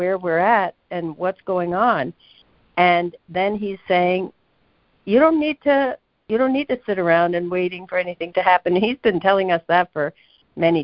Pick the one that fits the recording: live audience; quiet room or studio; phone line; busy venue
phone line